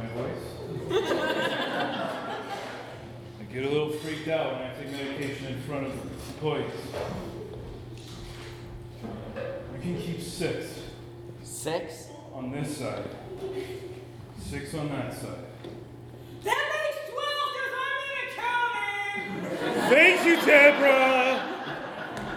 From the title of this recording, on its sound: Live at The Establishment